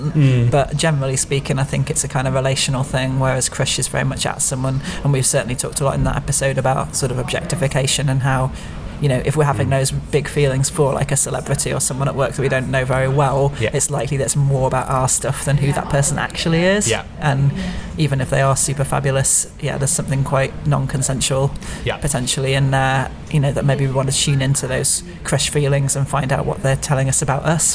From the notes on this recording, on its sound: We recorded this a few weeks ago - in a pub.